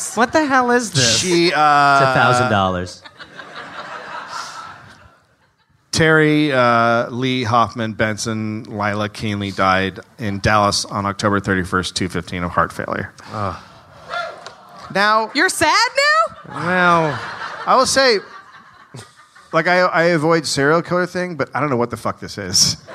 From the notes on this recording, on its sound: Live in Austin.